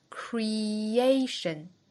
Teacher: Creation 的重音在第二个音节